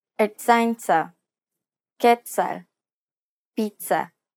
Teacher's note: This consonant sound is like a combination of a T and an S sound. It starts off as a T sound, but ends with an S sound.